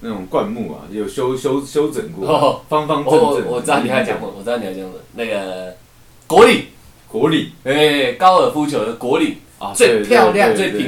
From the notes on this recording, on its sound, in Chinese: 平常用的麥克風今天忽然出況了，趕快去便利商店買一個頂著先，音質有很大的差別，請不要介意。